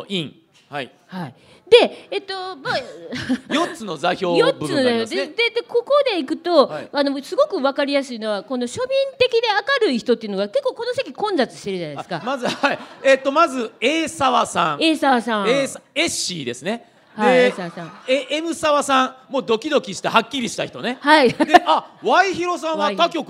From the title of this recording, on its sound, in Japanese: 公開収録